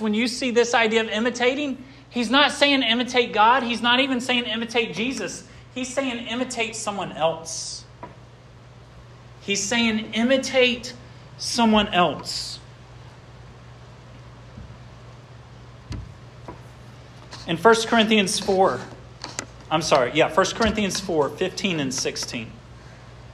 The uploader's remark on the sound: This sermon was preached at Hope Fellowship on Jan.